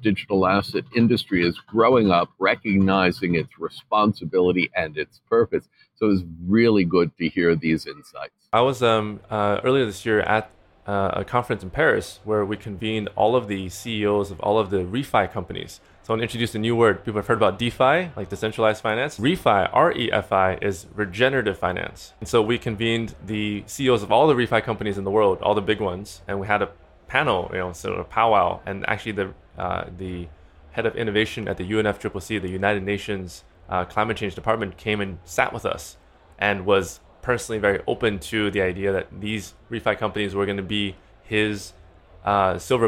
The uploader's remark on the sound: Joining us in the booth Live from Hong Kong FinTech Week